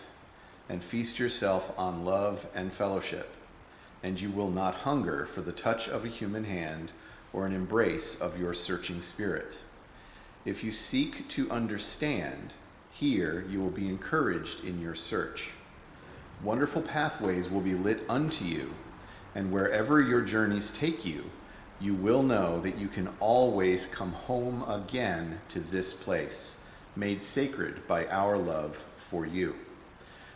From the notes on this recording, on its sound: Recorded at Auckland Unitarian Church